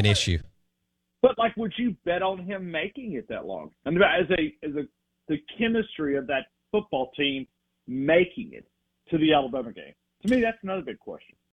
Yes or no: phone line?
yes